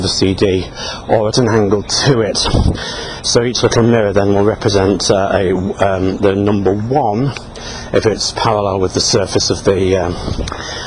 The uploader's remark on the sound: While out walking his dog, Fraser.